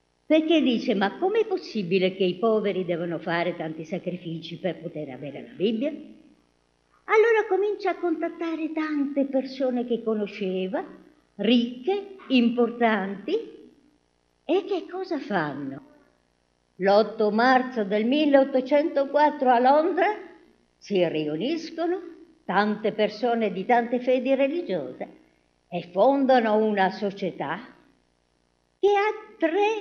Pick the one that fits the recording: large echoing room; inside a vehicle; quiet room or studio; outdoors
large echoing room